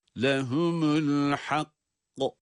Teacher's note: Hak, ses bir kesiliyor nefesle birlikte. Sonra kaf, kalkale sesi.